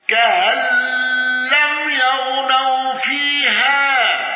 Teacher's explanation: الأصبهاني بتسهيل همز كأن